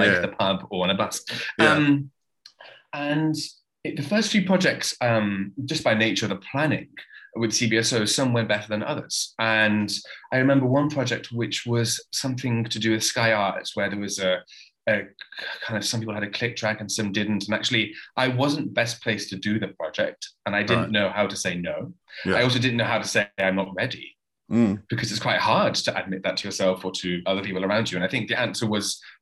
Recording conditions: video call